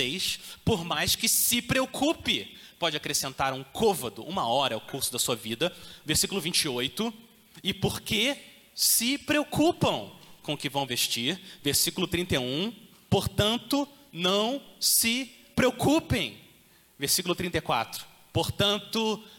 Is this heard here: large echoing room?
yes